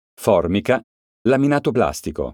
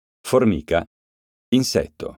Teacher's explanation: Esistono parole che si scrivono allo stesso modo, omografe, ma si pronunciano in modo differente e hanno significato diverso. La differenza di pronuncia dipende proprio dalla diversa posizione dell'accento tonico.